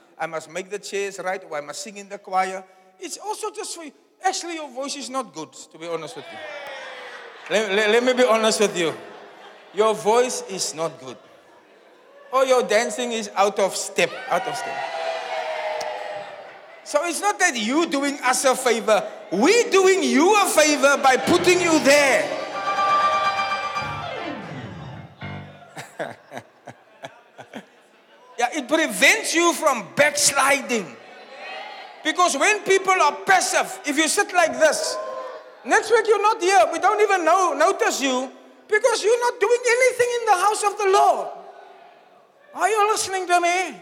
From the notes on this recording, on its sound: Preached at the Zion Sanctuary, Cape Town